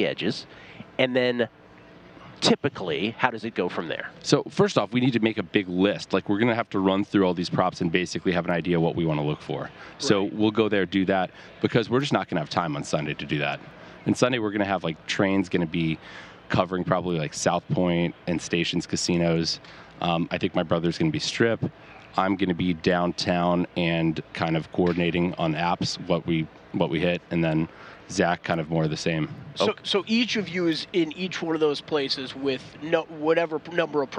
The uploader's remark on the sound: broadcasting live from media row